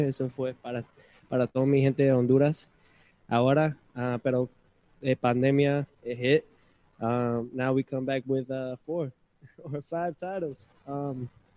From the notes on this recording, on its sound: Post fight Press Conference